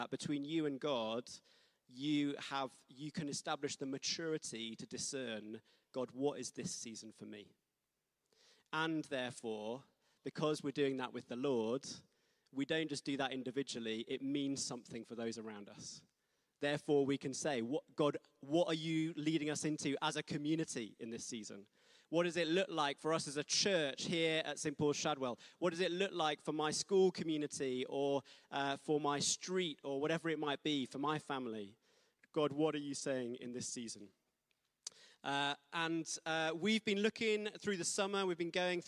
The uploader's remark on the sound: Streamed live at St Paul's Shadwell on Sunday, 3 Sept 2023.